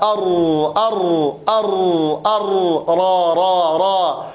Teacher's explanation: الراء إذا ما نظرنا إليها في نطقنا نجد أن الراء يكون مخرج الهواء أو الصوت الذي نسمعه من طرف اللسان، أر أر، في جزء يسير جدا يكون منفتح ما بين طرف اللسان وما بين فويق الثنايا العليا